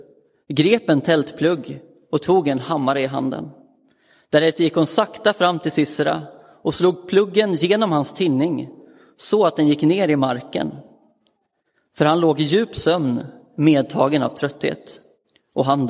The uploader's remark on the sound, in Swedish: Inspelad i Roseniuskyrkan den 15 januari 2023.